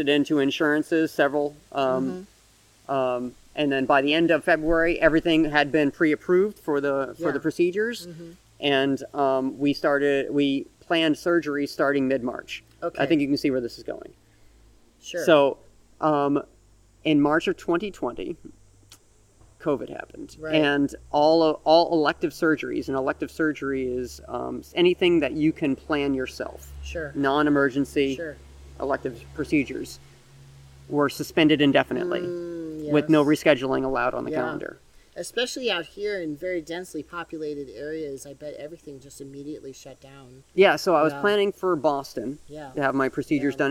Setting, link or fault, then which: setting, outdoors